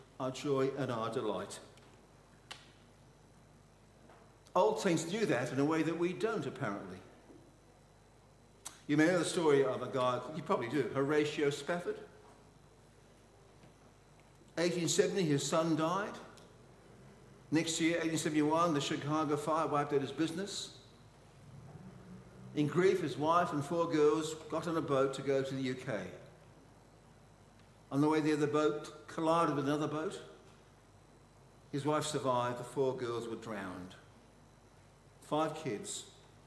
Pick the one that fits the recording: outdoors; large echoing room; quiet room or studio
large echoing room